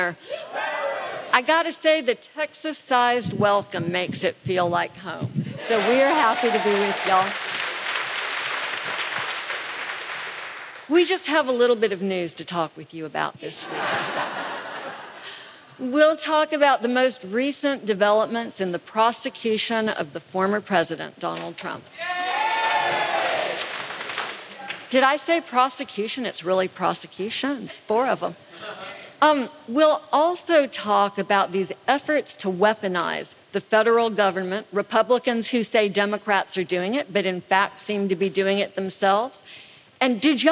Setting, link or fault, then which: setting, live audience